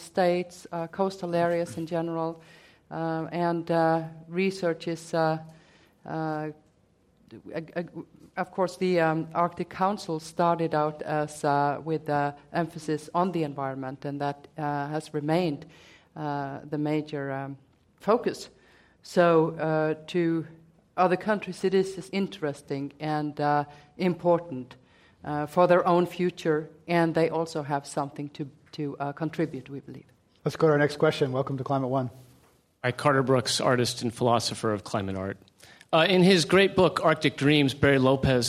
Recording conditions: live audience